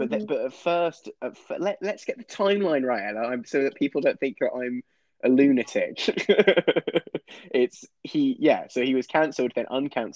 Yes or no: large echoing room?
no